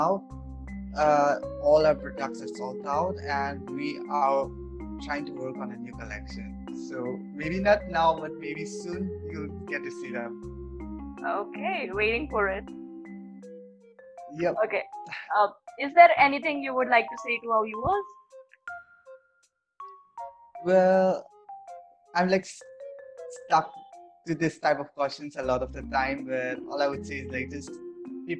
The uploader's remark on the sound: Mitti ke Rang brings to you a series of interactive session over zoom.